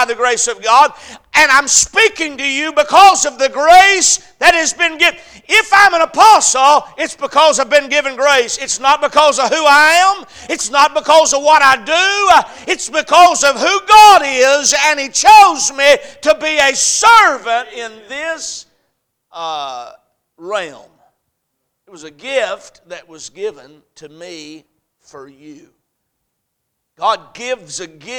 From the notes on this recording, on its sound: A message preached at Crossroads Baptist Church